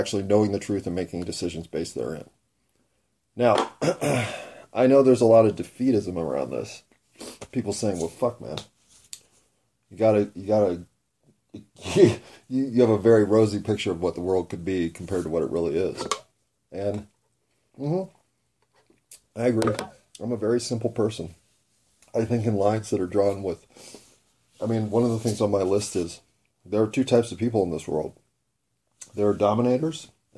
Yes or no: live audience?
no